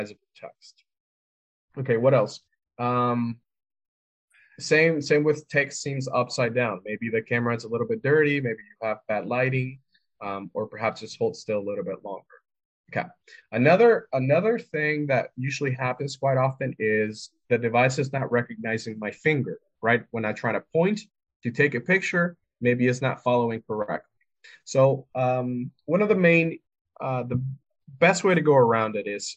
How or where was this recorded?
video call